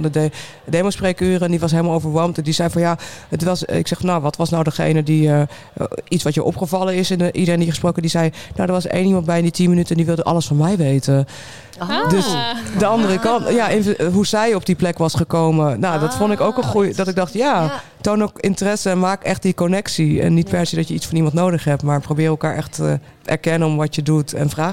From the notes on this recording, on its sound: Live op de Muzikantendag. Bouwden we onze spullen op in de Melkweg tijdens de Muzikantendag.